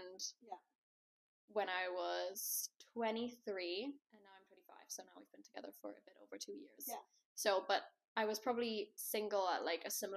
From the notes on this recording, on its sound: apologies about the audio quality, that's a little up & down in this episode